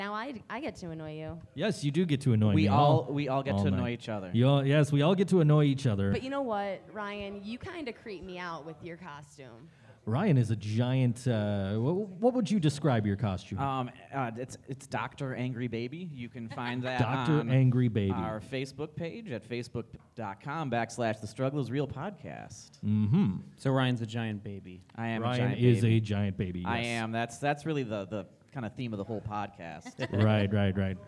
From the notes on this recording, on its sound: The ThinkSoJoE Show and The Struggle Is Real Buffalo Music Podcast host a live broadcast at the Of Night and Light Tour Kickoff show at Sugar City. October 13, 2018.